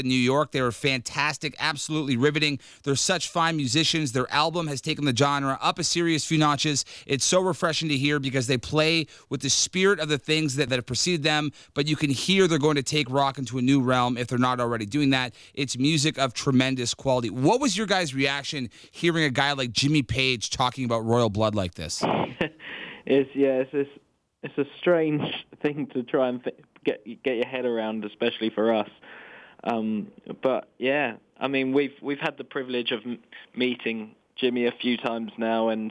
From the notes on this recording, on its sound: called into the show today